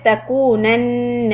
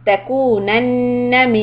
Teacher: Make sure when you have the noon fatha on top of the shadda, don't extend it. · Shown in: second take · Don't say تَكُونَنَّ.